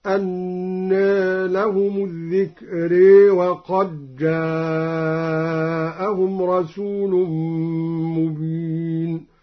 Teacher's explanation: قلل الدوري أنى وأمال الذكرى هكذا